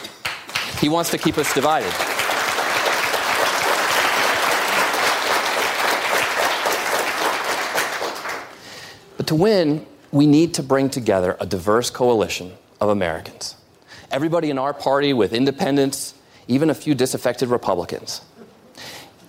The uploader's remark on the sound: live town hall